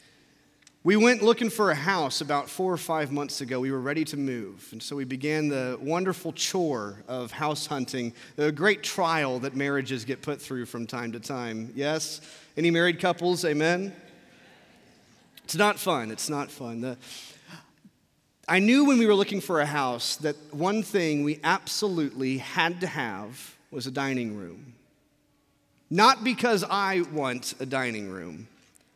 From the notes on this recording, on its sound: from our Traditional service in the Sanctuary